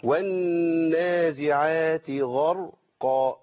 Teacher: راء ساكنه قبلها مفتوح محرك بفتح على طول تفخم